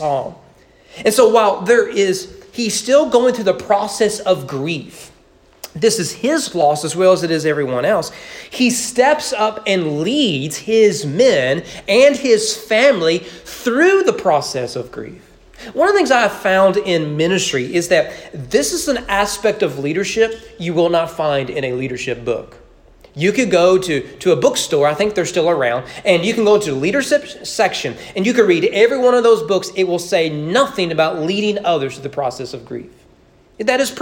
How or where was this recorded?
large echoing room